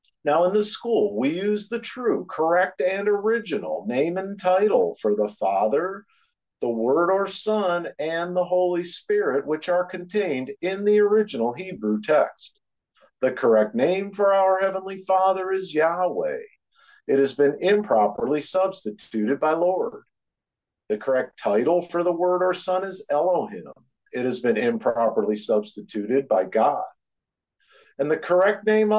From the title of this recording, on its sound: Oceanside Zoom Class